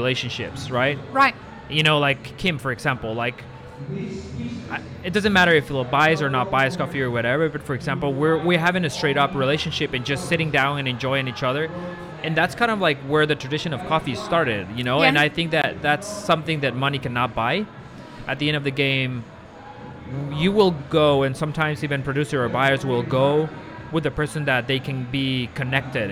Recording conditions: busy venue